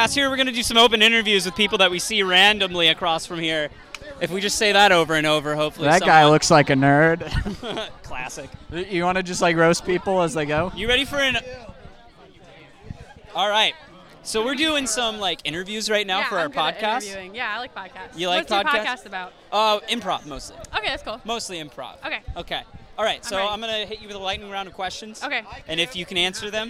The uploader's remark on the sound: Club Fair Special. What else do you do at a club fair besides record a podcast?